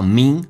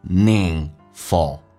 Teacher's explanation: meaningful 这个单词鼻音不要先发 · Shown in: second take · ，不要发 mean,是 me, meaningful,而且更加有意义。